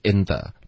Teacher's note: in the 这个 n 的音要咬舌尖